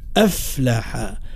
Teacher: وحرف الفاء من كلمة أفلح نعطيها صفة الرخاوة من غير مبالغة